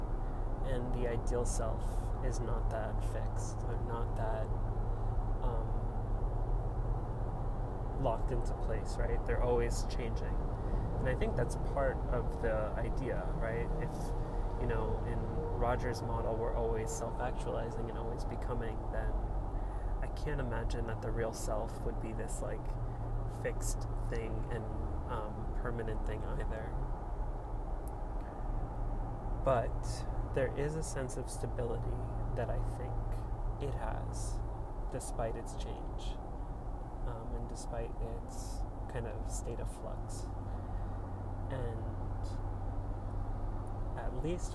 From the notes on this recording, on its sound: Recorded while driving on the New Jersey Turnpike.